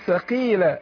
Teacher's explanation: القاف مكسورة تاخد ادنى درجات التفخيم